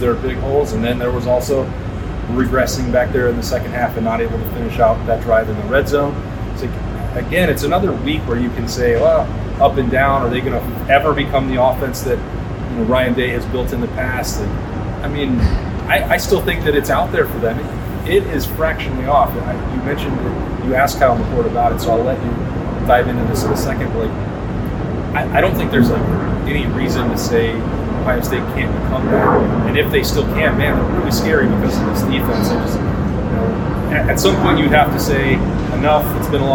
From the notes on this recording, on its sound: We apologize for lower-than-usual quality audio. We were using a different setup than normal because THE Postgame Live Show was using our main equipment and it just didn't go as expected.